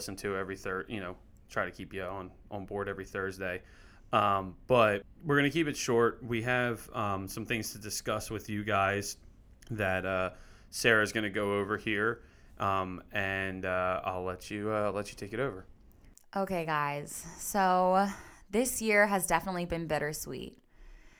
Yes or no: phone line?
no